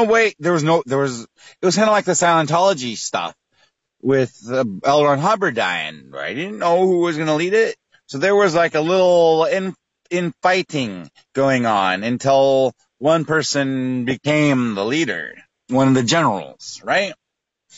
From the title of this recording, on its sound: Phone Call